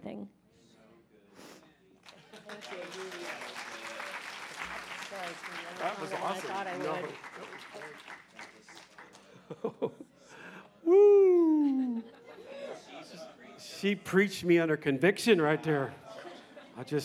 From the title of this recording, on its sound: 2019 Presence Conference Session 3